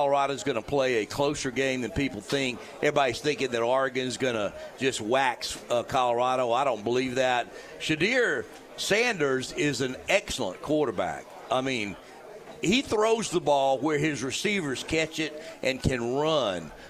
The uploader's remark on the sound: Chappy's Deli at Peppertree hosted the Saturday morning show for the first time.